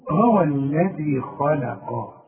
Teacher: بص بقى اللام رفيعه ازاي بين الاثنين دول، بين الخاء المفخمه دي والقاف المفخمه، طلعها بقى مرققا.